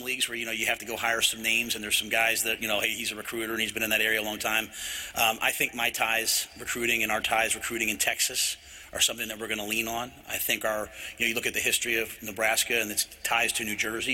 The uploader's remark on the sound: Introductory Press Conference